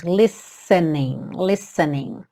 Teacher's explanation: lembra que esse T não é pronunciado, você tem como se fosse um som de dois S's